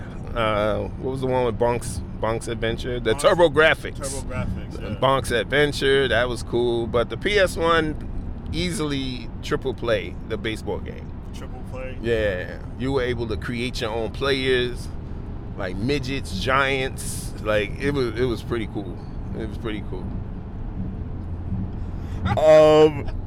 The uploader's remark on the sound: LIVE FROM COMIC CON (KINDA , WE WERE LOOKING FOR PARKING!